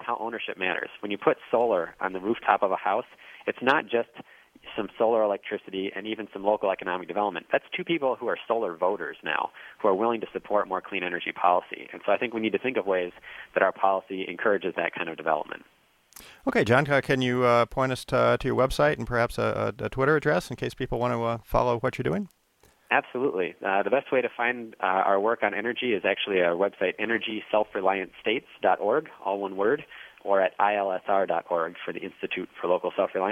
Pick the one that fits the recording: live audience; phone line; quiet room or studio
phone line